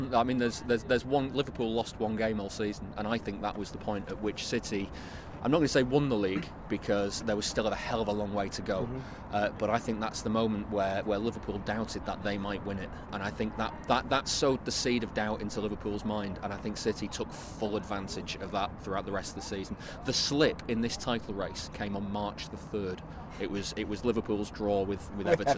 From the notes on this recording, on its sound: Outside the Etihad Stadium, following Manchester City's 4-1 win at Brighton to secure the Premier League title.